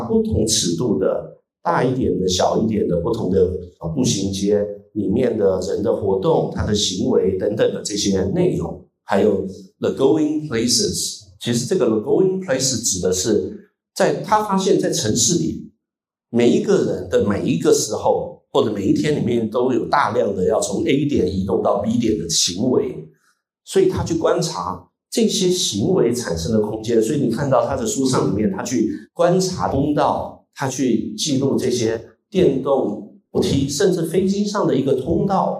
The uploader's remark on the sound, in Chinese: 本期播客内容为艺仓美术馆线下公教讲座现场实录。本期背景音乐取材于上海艺仓美术馆展览： 再次孟菲斯 : 设计革新 1981-1985 现场实录。